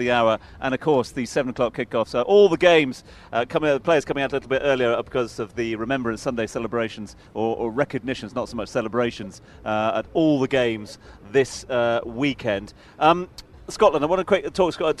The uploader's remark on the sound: From our original home, Barasti.